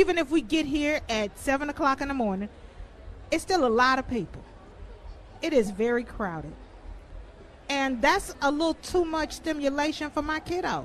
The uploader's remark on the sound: live at the Minnesota State Fair